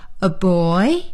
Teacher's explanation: 比如我说 aboy，我用升调，那么您呢就用降调说 aboy